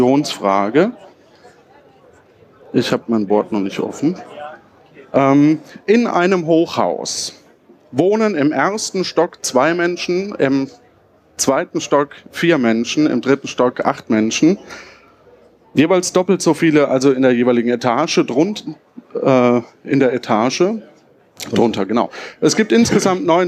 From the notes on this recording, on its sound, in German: 33c3-sendezentrum. Eine Kandidat:in aus dem Publikum kämpft live um ihr überleben.